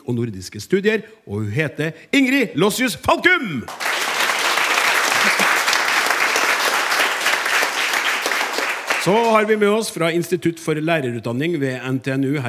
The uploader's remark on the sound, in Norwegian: Live fra Trøndelag Teater